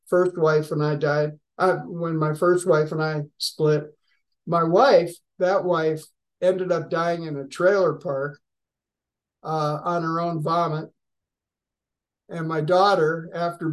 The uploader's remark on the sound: Grace Group Zoom Meeting 9/13/2023. Grace Group Zoom Series in Hattiesburg, MS.